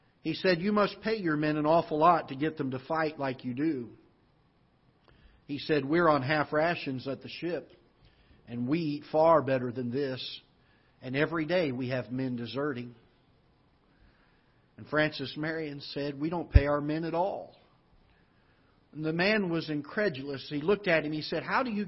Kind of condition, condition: setting, large echoing room